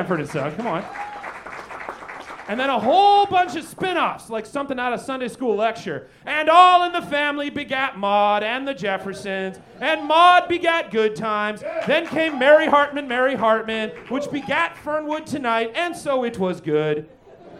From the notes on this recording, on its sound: Recorded LIVE at Chicago’s Historic Green Mill Lounge on December 9th 2023 for The Paper Machete